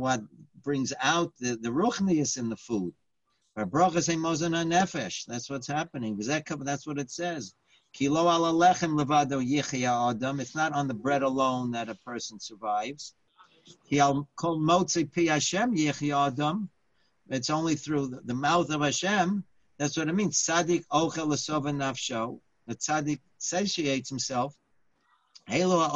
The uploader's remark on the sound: Live On Zoom: 6-29-2020